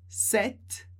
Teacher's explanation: com esse som de T bem seco no final